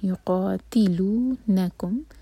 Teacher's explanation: قاف ہیوی مد طبعی دو حرکہ لمبا اور تی پر زور